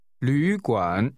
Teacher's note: The word is pronounced with two falling, rising tones.